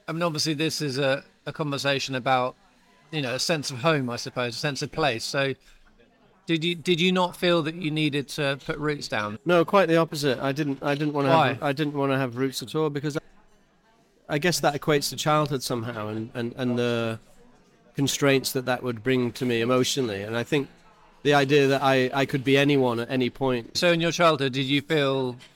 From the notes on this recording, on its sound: We recorded this episode during a busy lunch service at Sessions Arts Club. This episode was recorded in person at Sessions Arts Club, London.